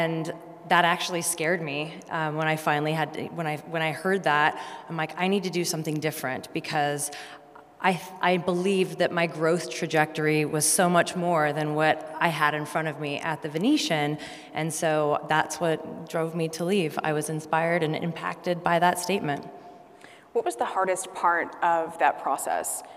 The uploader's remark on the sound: A special live audience recording at "She Means Business" during IMEX America in Las Vegas.